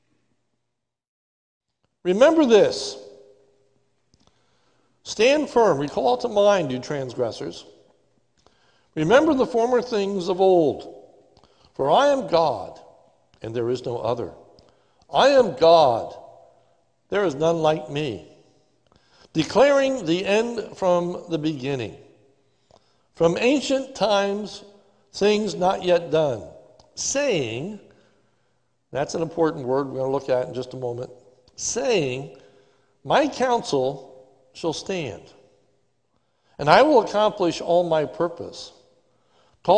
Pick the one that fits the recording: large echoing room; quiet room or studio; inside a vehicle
large echoing room